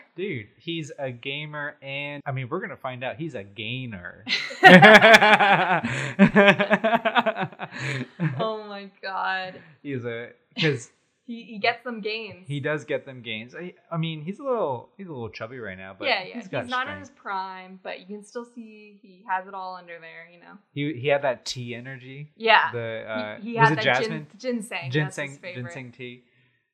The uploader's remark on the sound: Sorry about the echo-y audio! We are still figuring out our set up so bear with us.